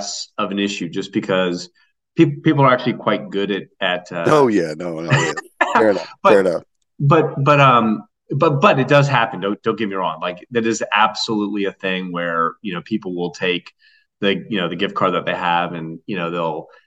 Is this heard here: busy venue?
no